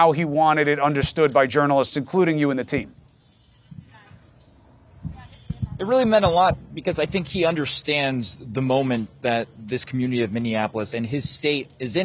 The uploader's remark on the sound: Live Coverage: Protests in Atlanta and Minneapolis. Live coverage of protests at the CNN Center in Atlanta and in Minneapolis as their city-wide curfew begins.